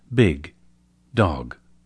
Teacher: Three of them, b, d, and g, are voiced, meaning the vocal cords vibrate while we make them.